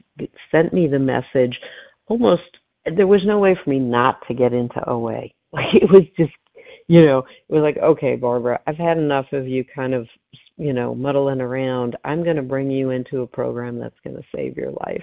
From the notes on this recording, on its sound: 100 Pounders Phone Meeting